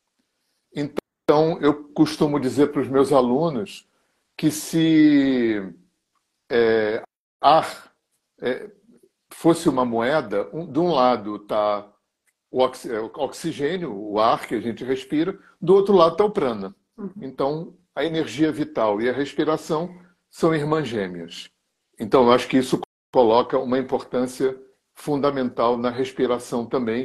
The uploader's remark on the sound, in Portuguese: Live no Instagram